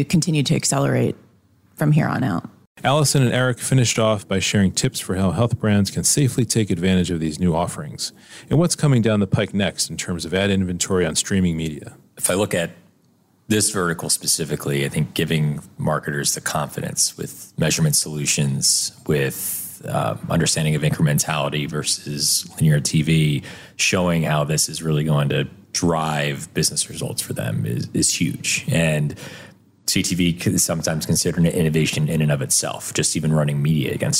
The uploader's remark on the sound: Interviews from the Media Summit sidelines. Soundbites from the sidelines of the MM+M Media Summit.